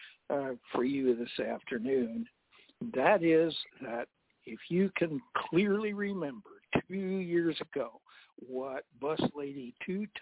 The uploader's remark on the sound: TNTSuperfantastic Conference Call.